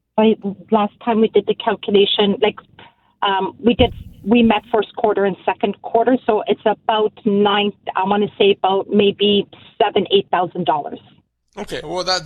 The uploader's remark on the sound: your phone calls